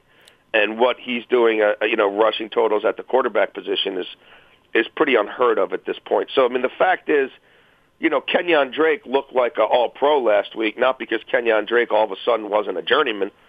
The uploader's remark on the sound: phone